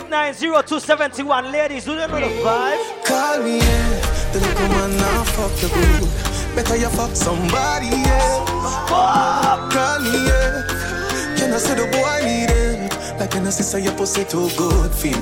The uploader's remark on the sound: Bday Party LIVE AUDIO 8/29/2021